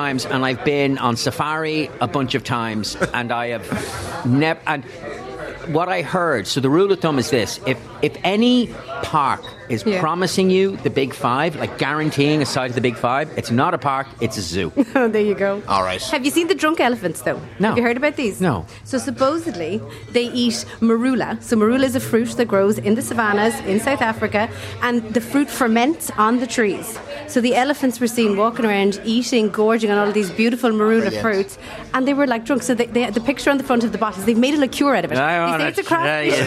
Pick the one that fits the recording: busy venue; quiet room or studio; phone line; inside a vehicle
busy venue